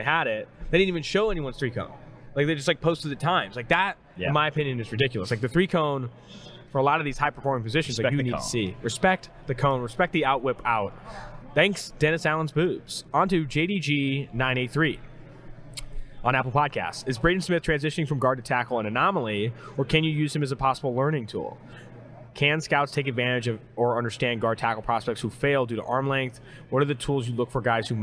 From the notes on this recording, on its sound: Mailbag and Trivia edition live from Super Bowl LVI.